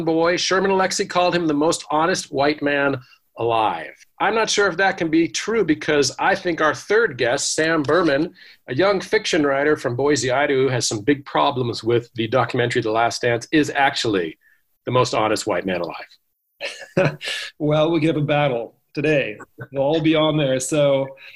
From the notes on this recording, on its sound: Via Zoom.